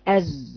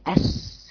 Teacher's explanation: حرف الزاي از ما فيهوش همس، لكن حرف السين اس في هوا، وكذلك حرف الصاد في هوا. · Term: الهمس